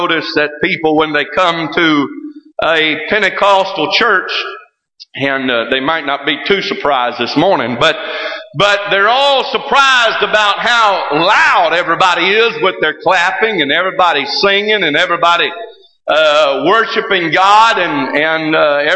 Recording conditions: large echoing room